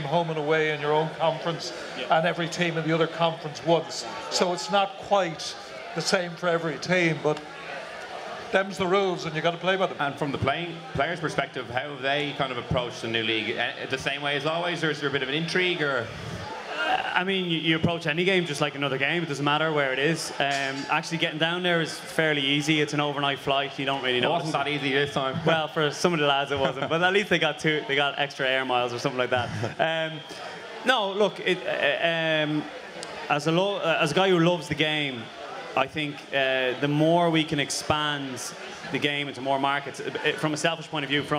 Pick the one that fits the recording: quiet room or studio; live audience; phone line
live audience